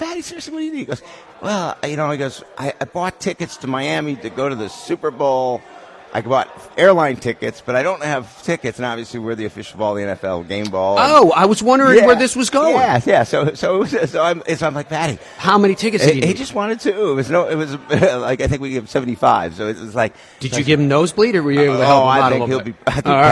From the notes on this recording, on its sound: We broadcast live from the Streamsong Resort as they host the PGA Tour Superstore Summit and are joined by equipment experts throughout.